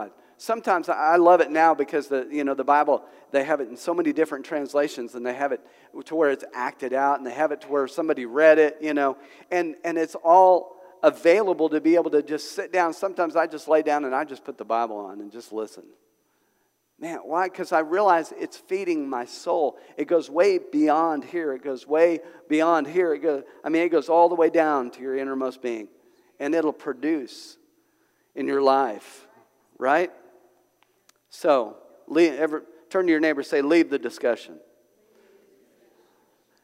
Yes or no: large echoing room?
yes